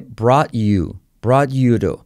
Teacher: La T de to se convierte en R suave.